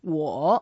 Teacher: but whoa is a fourth tone. You just make that at the third tone.